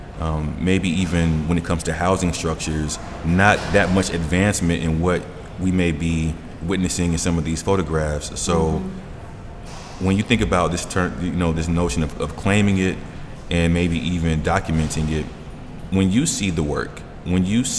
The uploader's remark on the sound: Recorded live at Gallery 72